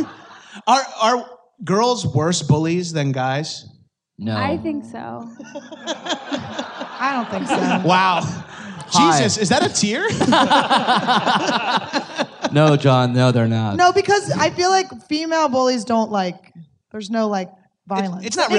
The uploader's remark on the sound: LIVE at Just For Laughs